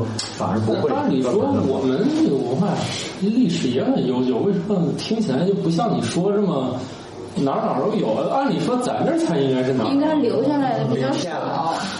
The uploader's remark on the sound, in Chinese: 本期节目在玉米实验室办公区用录音笔录制，可能有街道上的杂音，请见谅。